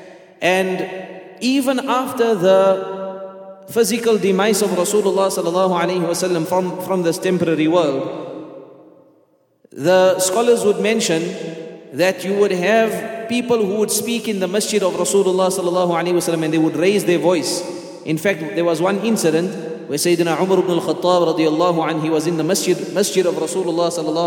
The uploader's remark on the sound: at the Houghton Masjid (West Street)